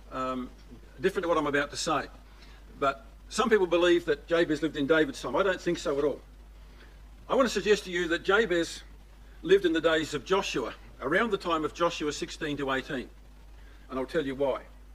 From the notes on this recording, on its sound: These 5 studies recorded at the Boronia ecclesia